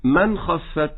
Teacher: هذه الكلمة فيها نون ساكنة وجاء بعدها حرف الخاء فحكمها الإظهار · Term: إظهار حلقي